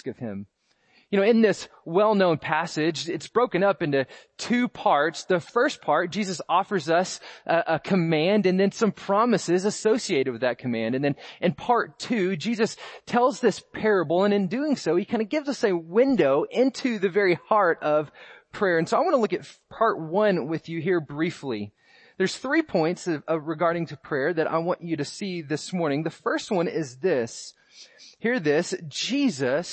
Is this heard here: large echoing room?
yes